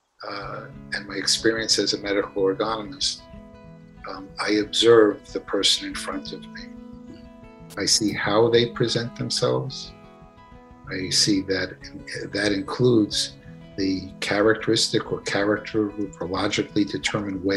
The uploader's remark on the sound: This episode features the audio from one of the ACO case presentations series webinars.